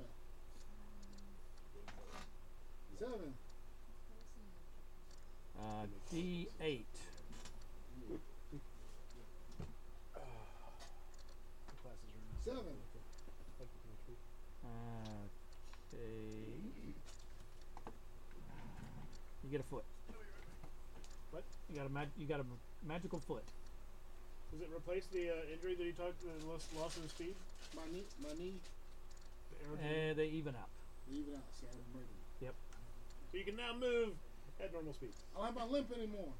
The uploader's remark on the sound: Apologies for the sound quality, we have already upgraded some equipment to correct the issue.